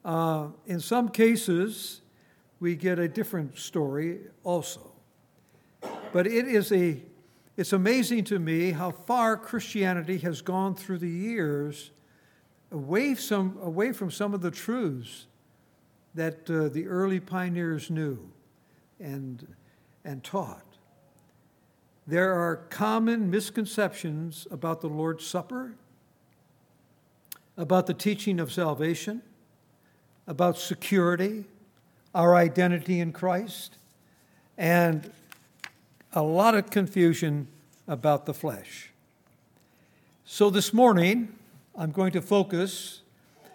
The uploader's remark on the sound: Recorded on September 1, 2019, at Grace Bible Fellowship in Front Royal, VA.